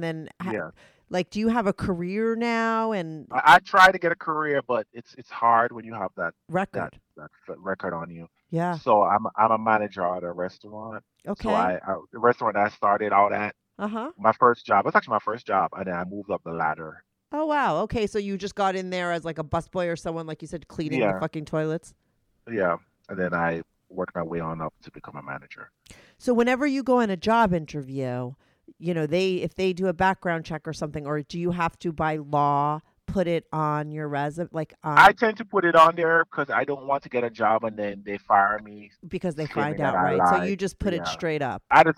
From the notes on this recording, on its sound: Called in to talk.